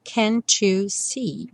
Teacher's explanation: E aí é frequente esse T virar tch e você ter can't you, que soa igual o número 2.